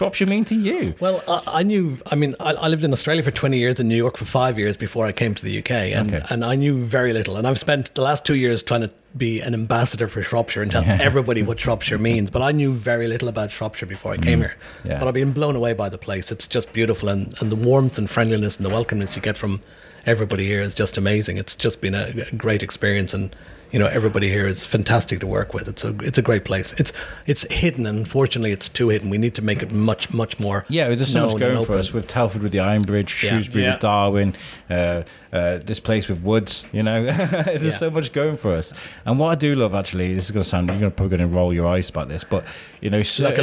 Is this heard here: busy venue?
yes